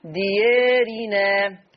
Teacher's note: الألف اللي بعد الياء دي بميل بها شوية · Term: تقليل